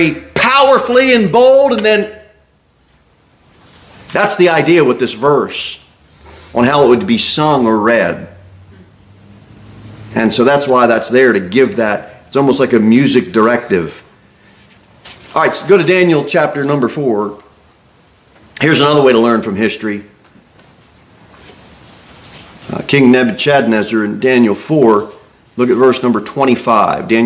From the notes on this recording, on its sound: Sermon delivered at Pilgrim Baptist Church. Pilgrim Baptist Church, a bible-believing, independent Baptist church.